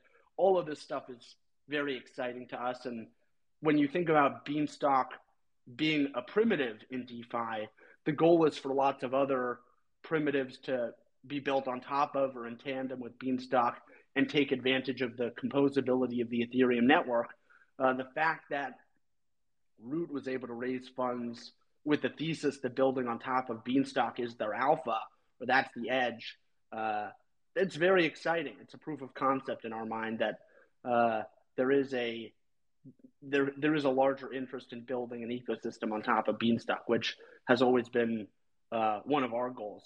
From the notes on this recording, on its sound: Recording from the Beanstalk Unpause Twitter Space.